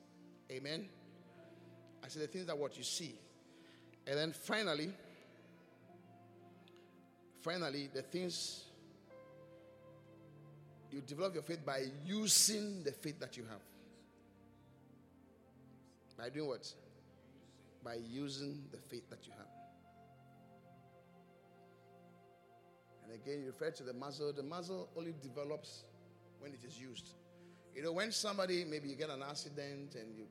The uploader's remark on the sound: Preached at the Qodesh